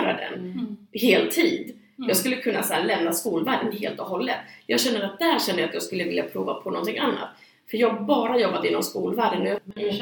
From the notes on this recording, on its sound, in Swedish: Ljudet är inte det bästa i detta avsnitt pga röstproblem.